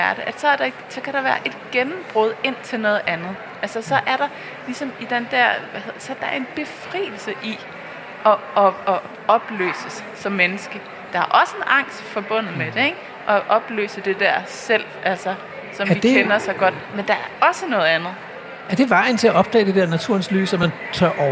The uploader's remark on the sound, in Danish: Live fra Bogforum i København.